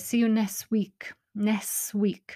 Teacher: it was perfectly understandable, but I wondered why she dropped the k